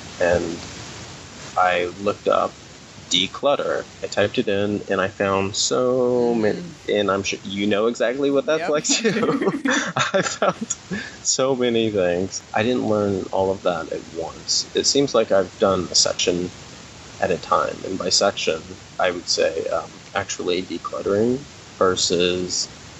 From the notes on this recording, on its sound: The audio in this conversation isn’t great unfortunately